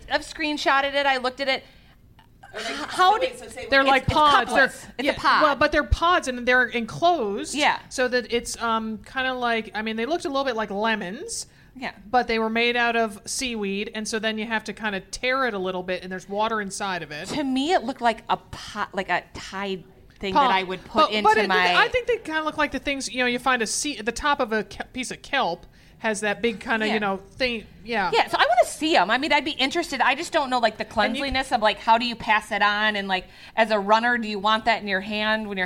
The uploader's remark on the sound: Coming to you from Eau Claire, Wisconsin, as part of the AMR Retreat. In front of a live audience.